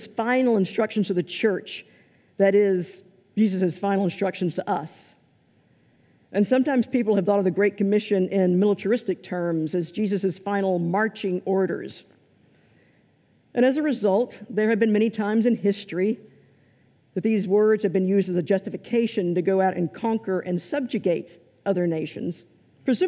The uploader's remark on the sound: This is a recording of the scripture and sermon portion of our service on 5/14/23.